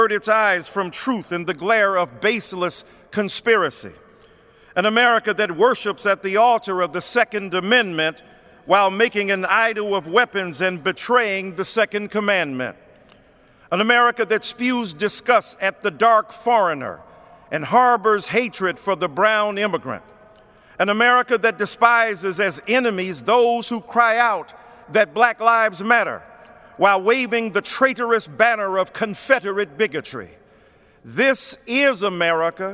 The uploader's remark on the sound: Preached at Washington National Cathedral.